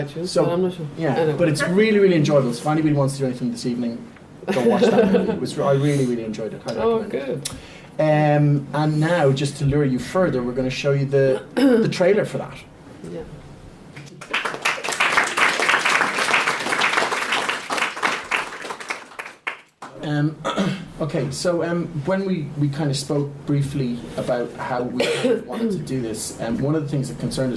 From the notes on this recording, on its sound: In 2017, Women in Film and Television Ireland hosted a DOP Masterclass at Brooks Hotel. This live event.